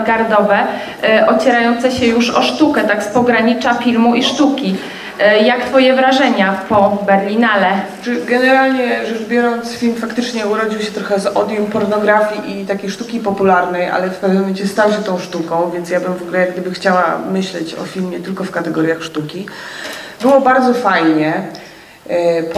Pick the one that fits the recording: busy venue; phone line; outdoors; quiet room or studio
busy venue